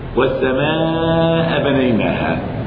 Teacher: لأن حرف المد وهو الألف أتى بعده الهمز وهو سبب المد في نفس الكلمة، لم يخرج في كلمة أخرى السبب، لكنه اتصل. · Term: مد متصل